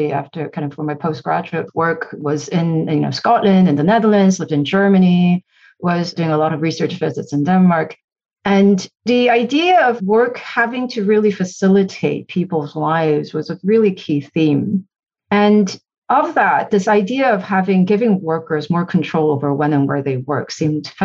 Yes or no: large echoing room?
no